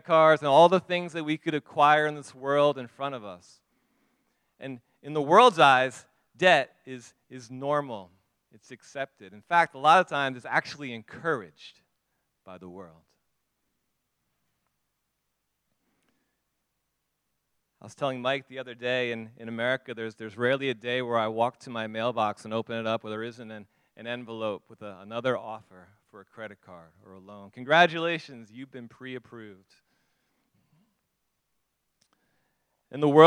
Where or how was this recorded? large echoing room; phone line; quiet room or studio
large echoing room